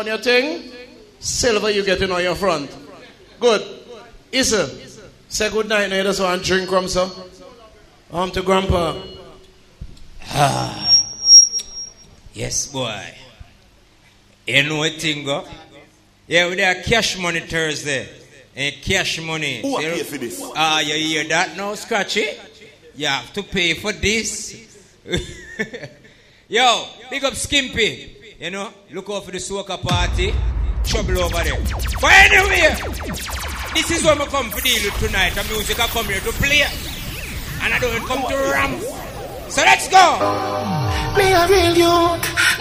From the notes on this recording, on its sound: Live from inside Cash Money Thursday.